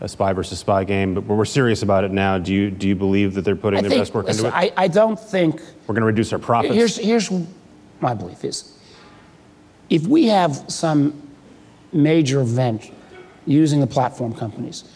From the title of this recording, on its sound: Live at Code 2018